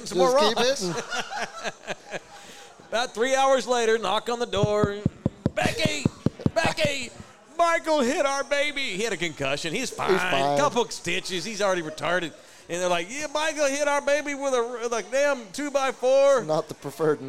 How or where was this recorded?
busy venue